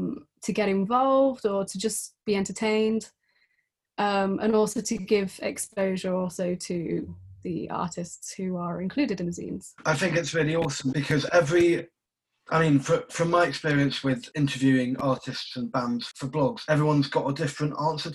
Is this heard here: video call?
yes